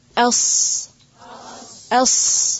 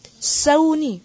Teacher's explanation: اس کو بھی ہمیشہ موٹا کریں گے. اس، اس، سین کی طرح نہیں، صاد موٹا ہوگا · Shown in: first take